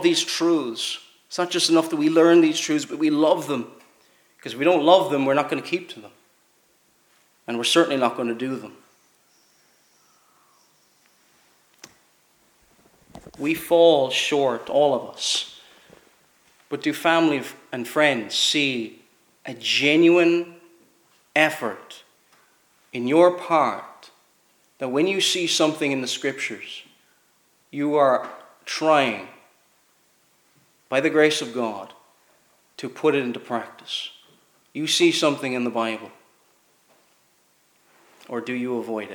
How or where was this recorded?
large echoing room